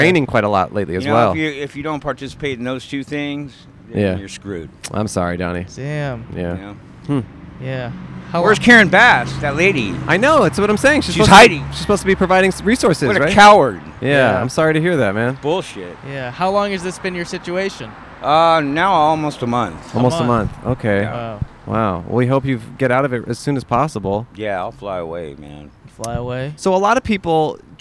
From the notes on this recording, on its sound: To this episode that we recorded at the Los Angeles Marathon! Recorded 3/19/23 on Hollywood Blvd in Los Angeles, CA.